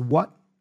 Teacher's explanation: So the T for what here, he doesn't pronounce. So he drops that. · Term: stop consonant